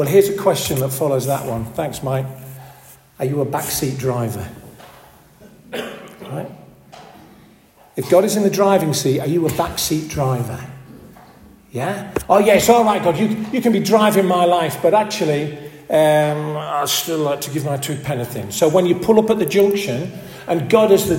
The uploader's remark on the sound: This audio recording was taken at the 10:30 Benefice Communion Service, on March 3rd 2024 in St Oswald's Church, Askrigg.